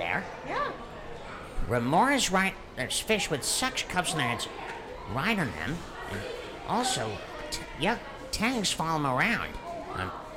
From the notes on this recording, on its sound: This is a video episode, which was recorded on location at the Aquarium of the Pacific in Long Beach, California.